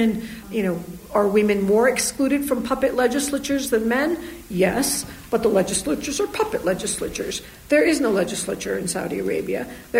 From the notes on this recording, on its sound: Recorded at the Middle East Studies Association annual conference.